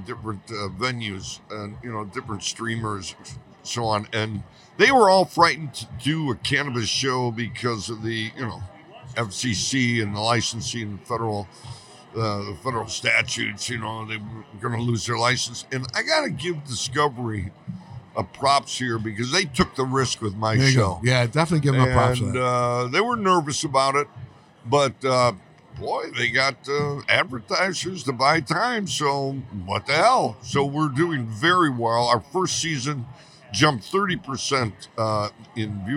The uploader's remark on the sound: at the NECANN cannabis conference in Boston, MA